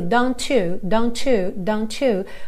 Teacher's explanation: Eu tenho esse arzinho do T, don't, juntando no you.